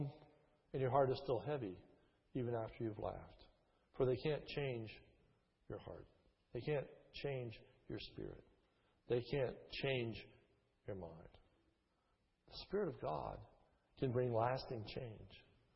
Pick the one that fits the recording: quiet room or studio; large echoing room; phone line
large echoing room